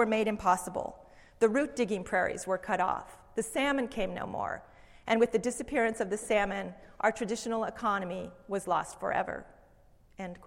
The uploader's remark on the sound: Speaks at University of Washington’s Kane Hall on January 27,2016 as part of the history lecture series “Excavating Seattle’s histories: Peoples, politics, and place.”